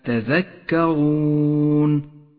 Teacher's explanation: الراء المفخمة في كلمة تذكرون، فخمت لأنها مضمومة